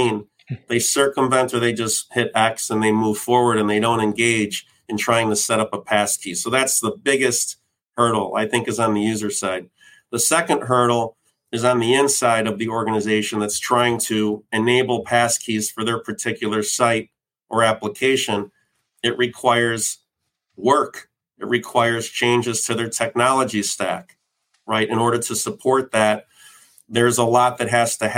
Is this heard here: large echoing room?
no